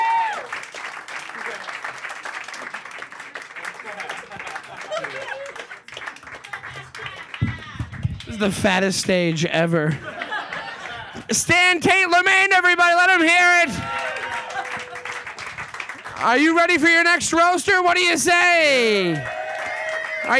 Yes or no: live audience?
yes